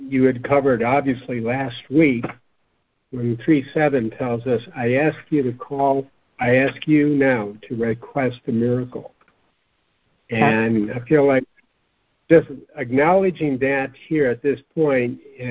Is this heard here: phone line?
yes